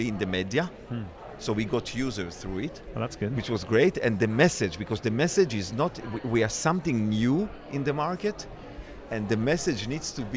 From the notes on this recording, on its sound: Music Tectonics is at Midem! Recording interviews with Midemlab competitors and international music tech superstars, on the spot in Cannes.